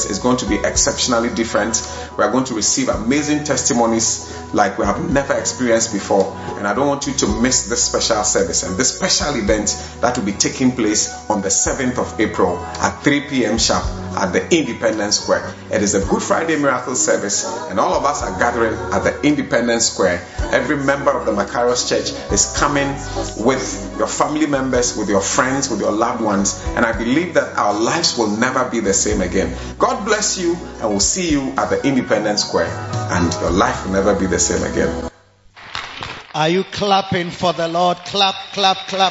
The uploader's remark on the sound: Preached at the Victory Secrets Service 1 - The Makarios Cathedral, HQ